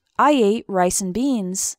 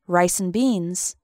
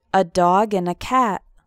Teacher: The word and often gets shortened to n in fast spoken English.